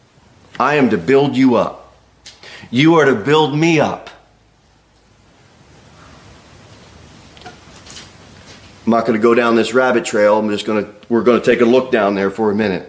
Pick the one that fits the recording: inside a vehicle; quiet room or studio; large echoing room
large echoing room